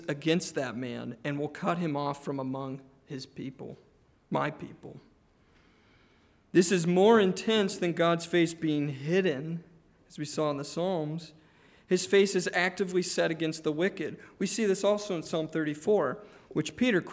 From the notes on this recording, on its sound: Preached on June 11, 2023 (Evening) at Trinity Presbyterian Church